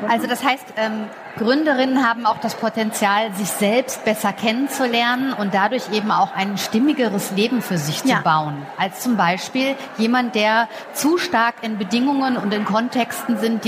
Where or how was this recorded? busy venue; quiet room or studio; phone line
busy venue